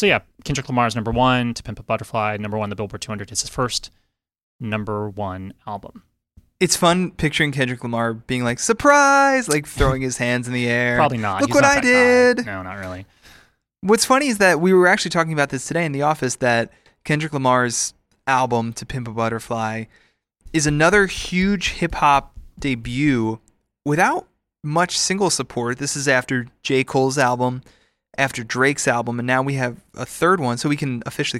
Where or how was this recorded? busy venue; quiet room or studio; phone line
quiet room or studio